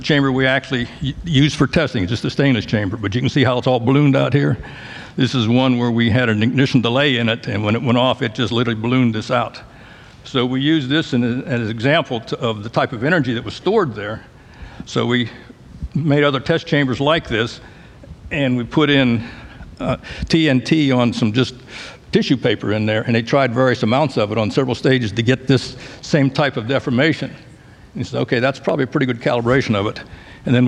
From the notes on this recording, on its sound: In this recording of a live panel at the Johnson Space Center.